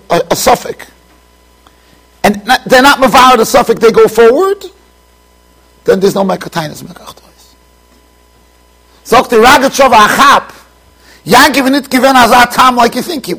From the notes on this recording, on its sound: Shiur recorded in Yeshivas Ohr Reuven, Monsey NY.